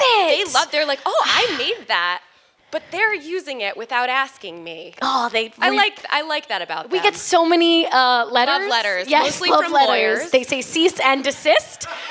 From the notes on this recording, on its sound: Live at the Respect Women's Podcast Festival in Philadelphia at Amalgam Comics!